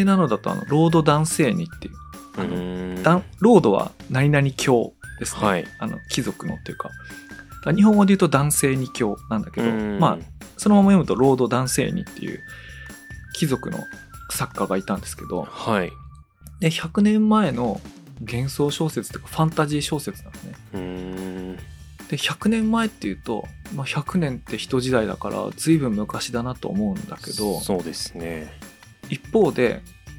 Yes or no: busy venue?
no